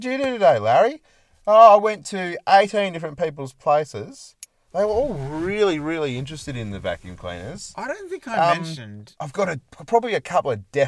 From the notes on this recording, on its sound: Recorded in the car studio at our second favorite camp spot in the southwest of WA, a pork knuckle slow cooking over the hot coals.